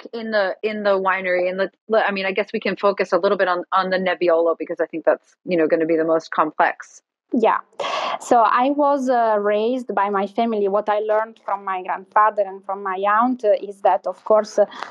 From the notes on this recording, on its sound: These sessions are recorded from Clubhouse and replayed here on the Italian Wine Podcast! These recorded sessions are then released on the podcast to immortalize them!